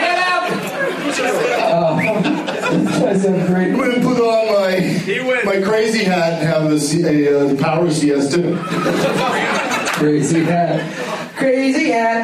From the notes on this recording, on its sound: audience members at Zanies Comedy Club in Rosemont, IL